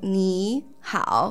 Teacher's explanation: So they're both actually third tones